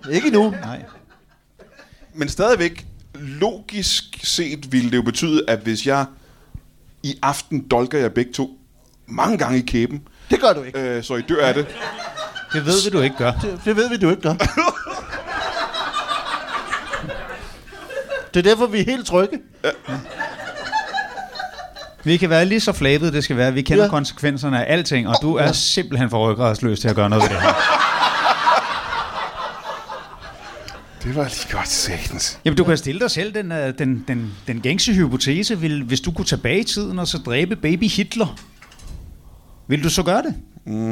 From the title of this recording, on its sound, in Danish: LIVE fra Kolding